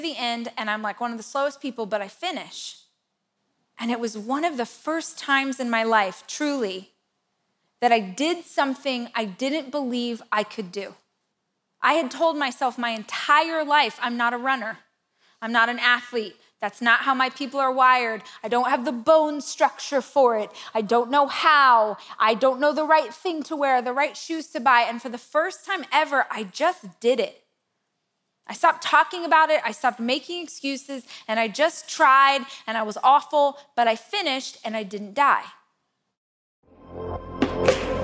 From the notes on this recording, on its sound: This is a keynote that I gave last year at my Rise conference